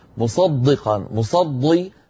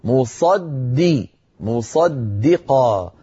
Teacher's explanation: صارت قريبة من الضاد أو دال مفخمة هي دال مرققة مصدي بعد أن نفخم الصاد نرقق الدال · Shown in: second take